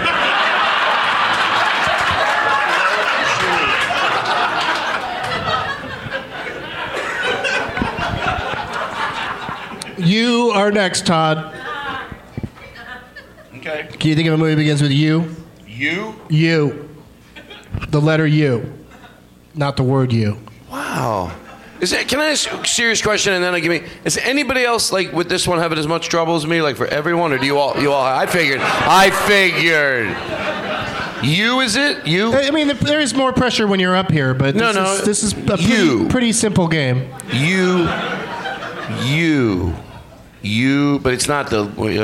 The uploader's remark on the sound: Live from Goodnight's Comedy Club in Raleigh